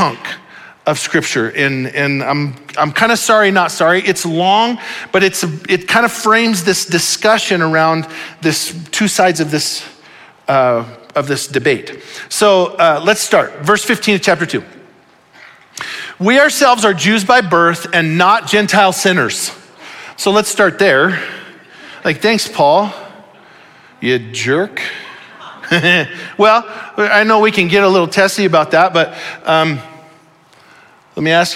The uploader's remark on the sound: Audio file of the Sunday Morning Sermon.